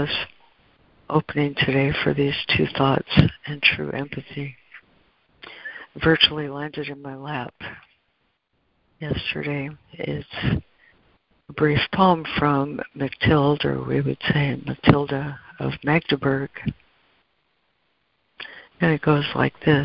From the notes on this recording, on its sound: ACIM Daily Conference Call